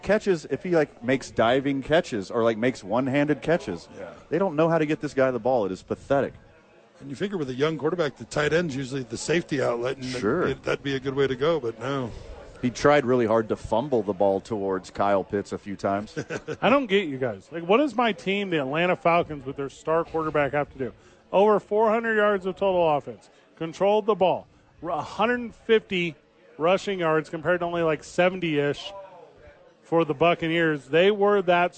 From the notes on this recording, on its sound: live from Howies Sports Page